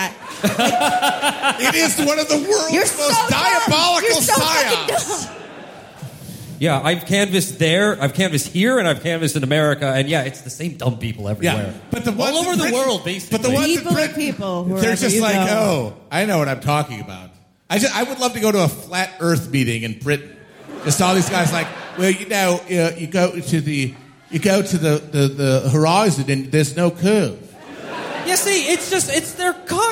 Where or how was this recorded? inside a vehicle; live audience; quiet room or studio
live audience